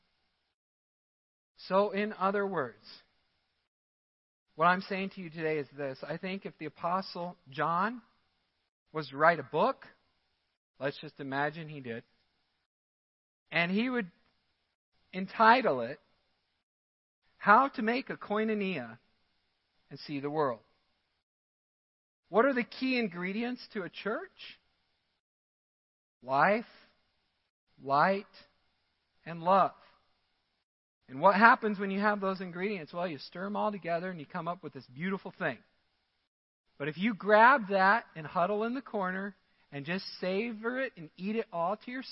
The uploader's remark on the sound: Midland Evangelical Free Church Sermon Audio